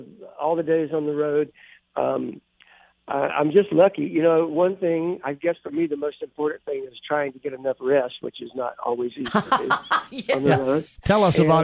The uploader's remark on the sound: On the phone.